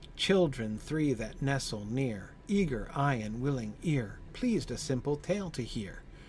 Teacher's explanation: It begins and ends with a stress. All 3 lines.